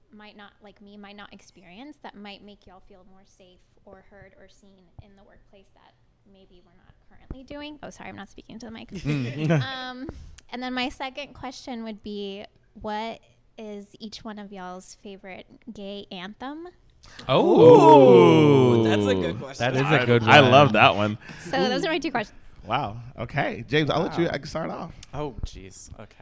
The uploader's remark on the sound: Welcome to our live podcast on location at the Perkins&Will’s NY studio! Take some live studio audience questions.